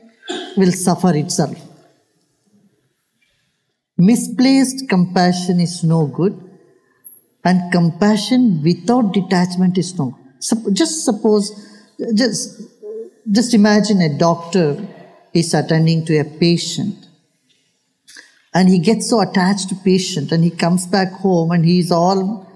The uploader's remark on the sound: he takes questions from the audience